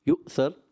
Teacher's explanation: یؤثر حمزہ کو جھٹکا دے کے پڑھیں گے